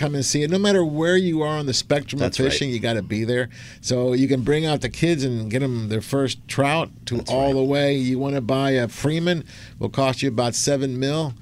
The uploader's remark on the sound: "LIVE" from Angel Stadium in Anaheim, CA. On AM 830 KLAA.